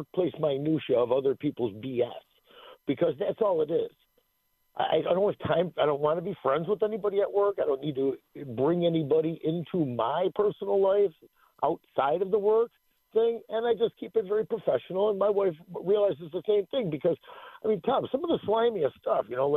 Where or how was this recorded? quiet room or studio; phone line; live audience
phone line